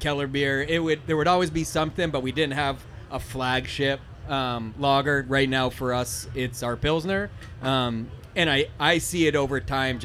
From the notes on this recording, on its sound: This impossibly hard-to-answer question was asked of three beer industry veterans during a live show, in the rain, during their first hour of the Snallygaster Beer Festival . Beer Me Radio returned to our "recorded live" roots for one special show during Snallygaster beer festival in Washington, DC, in a podcast tent, in the rain.